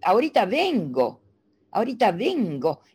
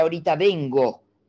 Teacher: En el final de la oración ellos te dicen, este, ahorita vengo, ahorita vengo, en vez de decir ahorita vengo, que es bajar, no, la cadencia final primero la levantan y después bajan · Shown in: first take · Depende de la zona, más marcado o menos marcado. · Term: levantadita final